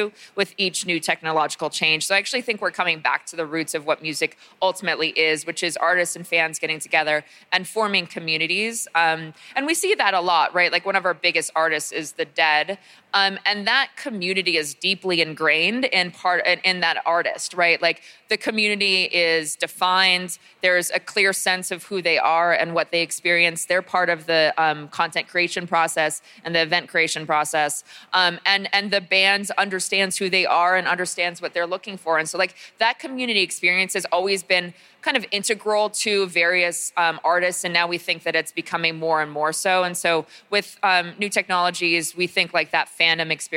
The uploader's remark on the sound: Recorded live at Consensus 2023 in Austin, Texas. Discussed live on stage in Austin at Consensus 2023.